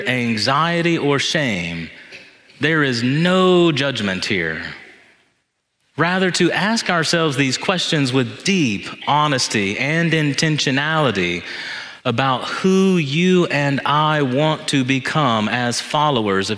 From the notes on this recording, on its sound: This homily was preached in Church of the Ascension on Sunday, November 5, 2023